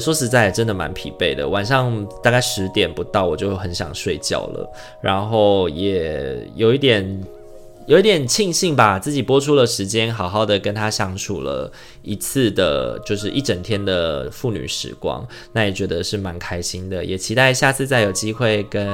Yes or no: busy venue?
no